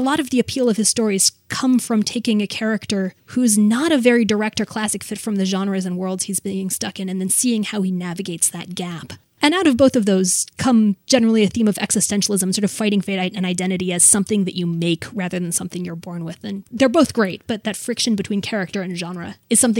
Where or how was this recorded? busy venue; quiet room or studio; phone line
quiet room or studio